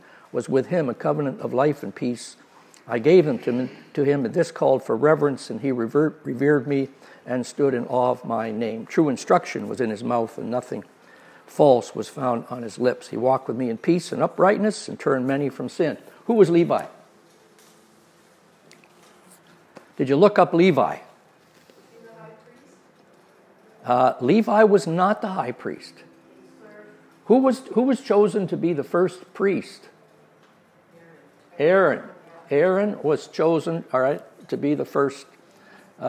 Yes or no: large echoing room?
yes